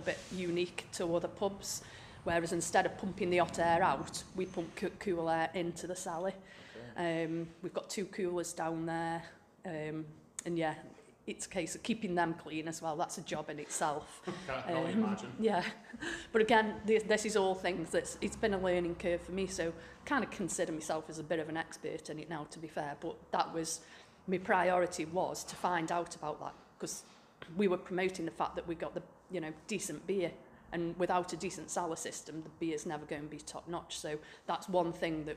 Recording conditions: busy venue